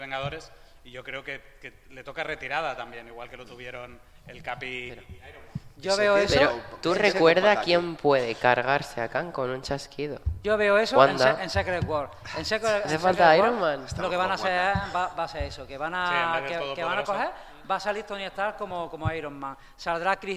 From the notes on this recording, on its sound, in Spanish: El equipo de Conexión Tatooine se reunía una vez más en el auditorio Eutyches del Palau Firal i de Congresos de Tarragona para realizar su segundo podcast presencial con público en directo gracias a la organización Starraco Unlimited.